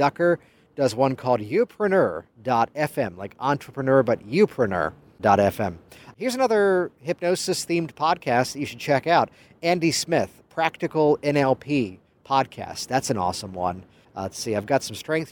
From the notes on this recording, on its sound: Recorded by the pool of the Hyatt Hotel in San Diego, California. Digital Marketer Traffic & Conversion Summit 2016 Event in San Diego, California.